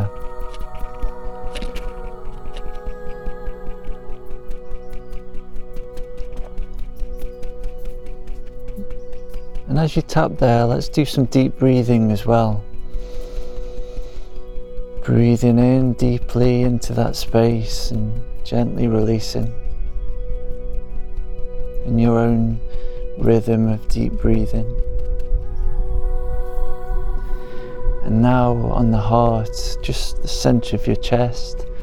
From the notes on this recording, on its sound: It's recorded in the forest. You will hear sounds of nature and sound healing.